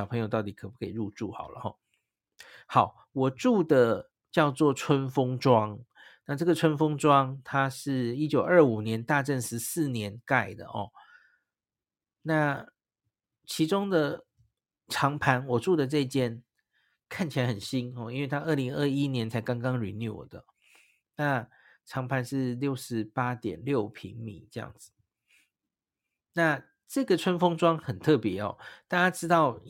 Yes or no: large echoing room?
no